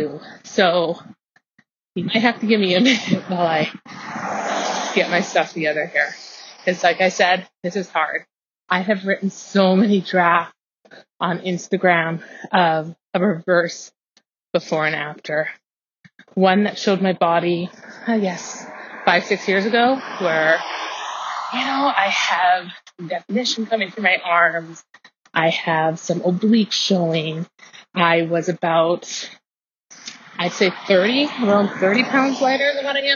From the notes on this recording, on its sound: I started recording on my walk (sorry for the audio guys).